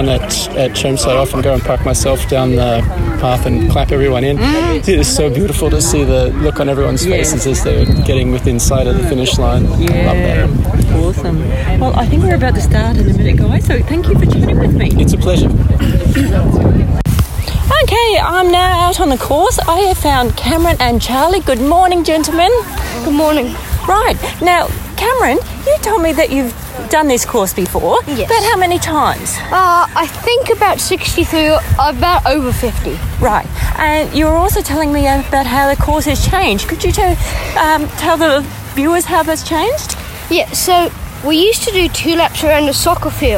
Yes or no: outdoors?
yes